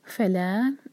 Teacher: आदिन फैला फैला, फ़ा एक हरका और ला चार हरका, और ये 2 सिलेबल वाला वर्ड है तो फ़ा पर जोर देंगे